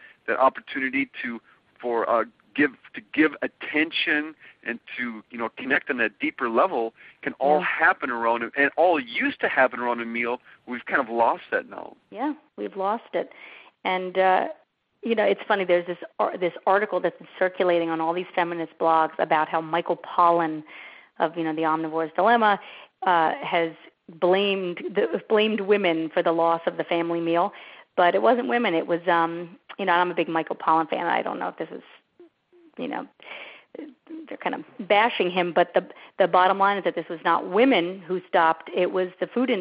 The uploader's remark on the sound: On this recording of our June 1, 2010, teleseminar